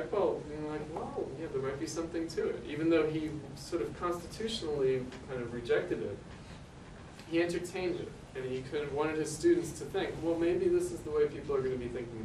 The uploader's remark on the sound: As part of the 2013 Platypus Affiliated International Convention held at the School of the Art Institute of Chicago. A plenary presentation.